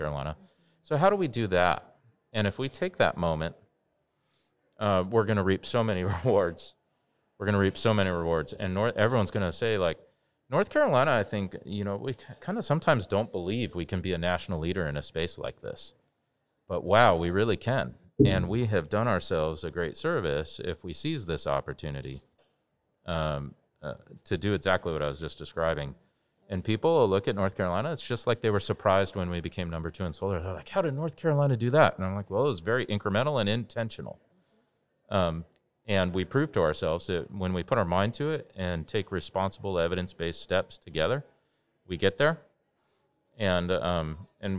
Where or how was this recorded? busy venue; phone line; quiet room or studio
busy venue